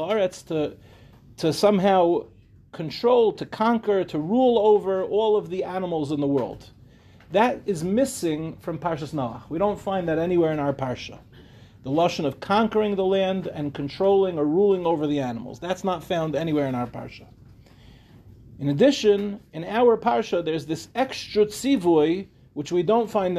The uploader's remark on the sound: This shiur, delivered in Yeshivat HaKotel for the newly formed Acheinu program.